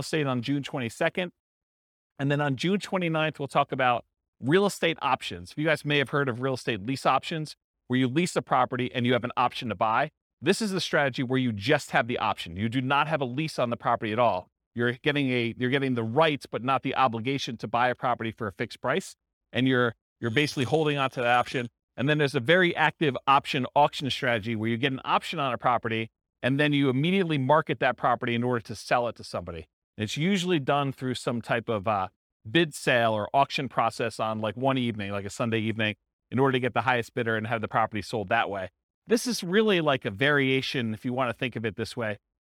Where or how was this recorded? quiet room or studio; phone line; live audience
live audience